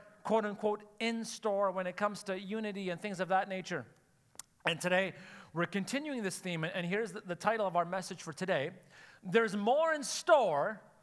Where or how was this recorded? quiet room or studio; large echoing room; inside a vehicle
large echoing room